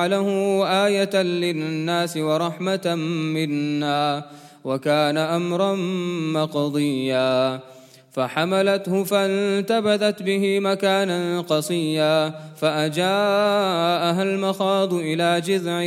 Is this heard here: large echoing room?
yes